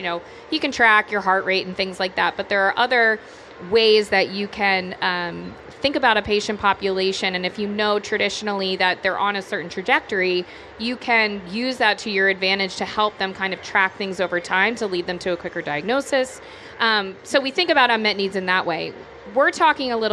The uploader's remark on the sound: Live from SXSW 2023